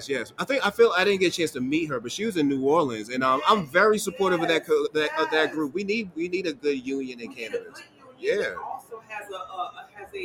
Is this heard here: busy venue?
yes